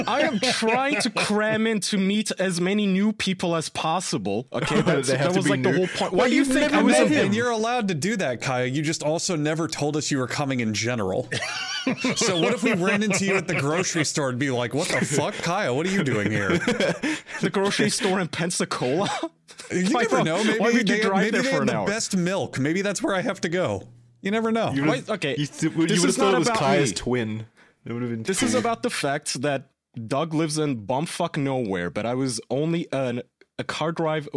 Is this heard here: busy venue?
no